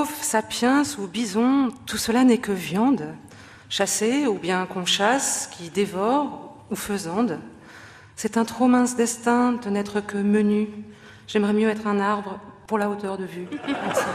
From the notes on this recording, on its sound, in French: Enregistrée en public à Beaubourg.